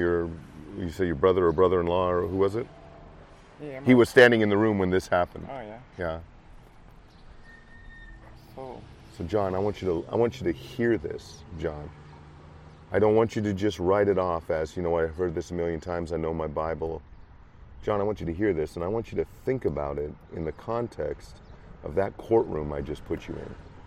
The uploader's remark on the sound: Was setting up for an afternoon of crosswalking on the corner of Pine and 53rd in Davenport.